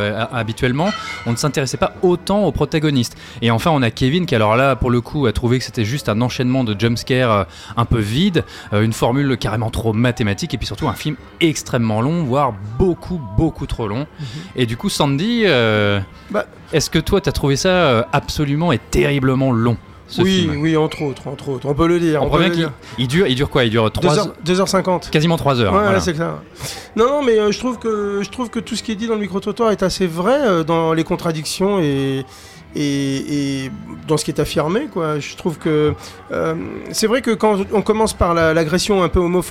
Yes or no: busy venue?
yes